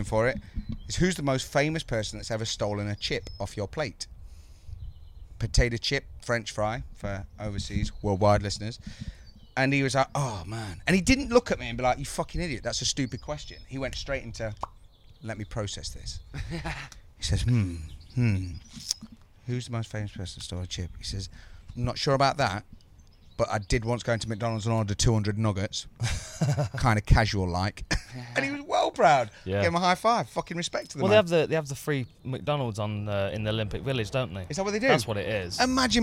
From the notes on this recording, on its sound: FRR enjoys its first recording outside with the birds.